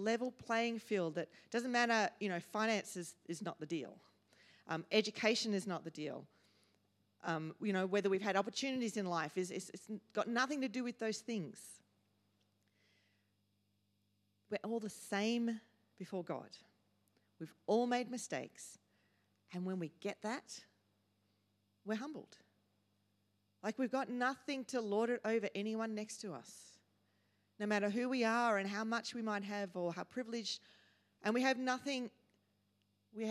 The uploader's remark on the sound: first preached in C3 Bathurst on 22 October 2023